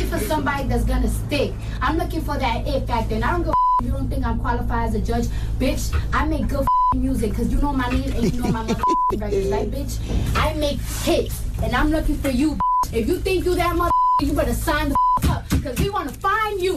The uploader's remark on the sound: We opened up the phone lines to see if our listeners agree with her.